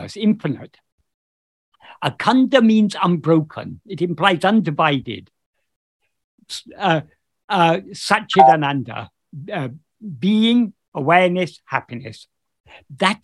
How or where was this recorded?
video call